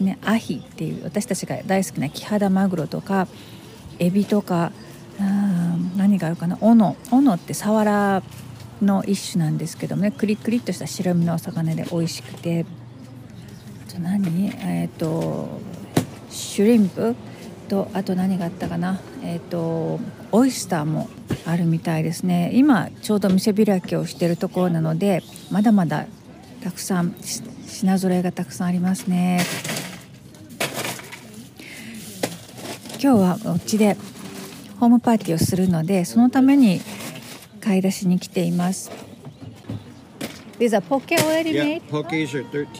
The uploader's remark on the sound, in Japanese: ファーマーズマーケットでホームパーティの買い出し。朝からファーマーズマーケットに行って、そこで収録してきました。